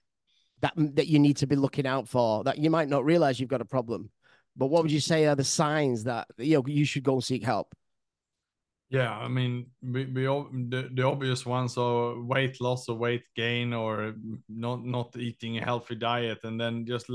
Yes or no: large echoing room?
no